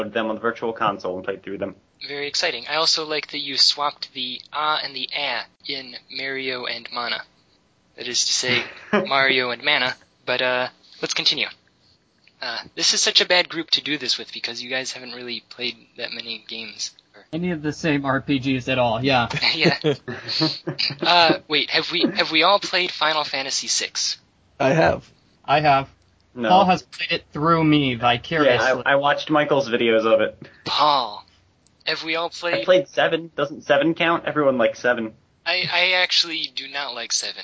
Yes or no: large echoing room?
no